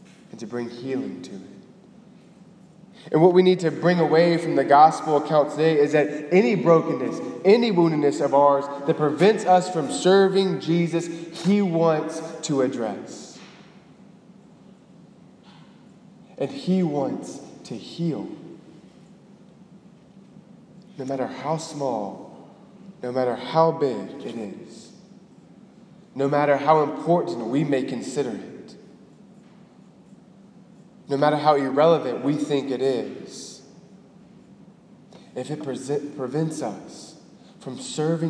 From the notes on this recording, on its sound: Delivered on February 5, 2018 at the Cathedral of the Nativity of the Blessed Virgin Mary in Biloxi, MS.